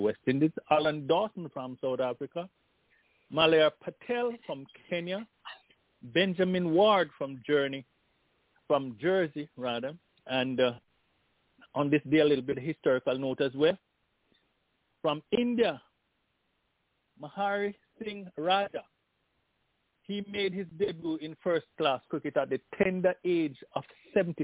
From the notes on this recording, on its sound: Telephone.